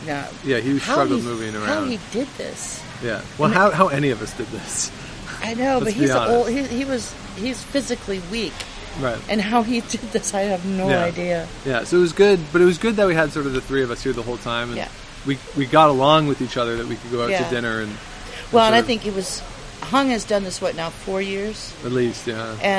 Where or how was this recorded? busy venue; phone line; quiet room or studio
busy venue